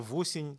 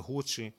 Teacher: Прыстаўны гук г перад галоснымі о або у. · Shown in: second take